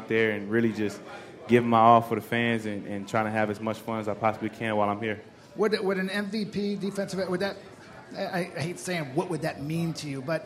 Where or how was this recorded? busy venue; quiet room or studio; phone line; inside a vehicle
busy venue